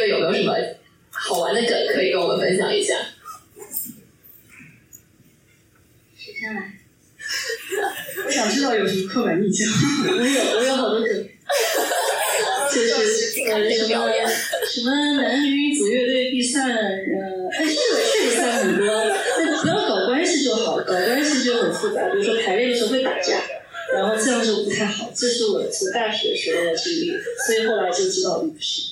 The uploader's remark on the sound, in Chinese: 本次节目为线下活动现场录音，因此声音质量欠佳，请谅解。在演出活动较为丰富、音乐爱好者聚集的加州湾区。还有现场即兴表演。